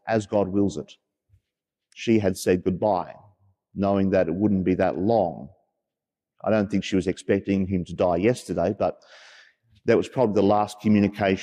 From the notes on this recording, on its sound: As preached during the 9.30am live-streamed Mass from Sacred Heart Cathedral, Hamilton.